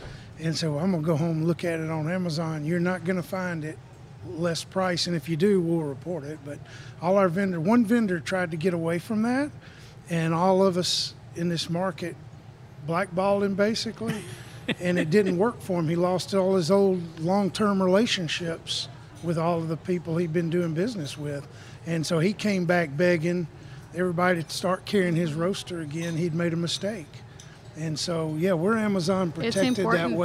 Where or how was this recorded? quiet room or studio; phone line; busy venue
busy venue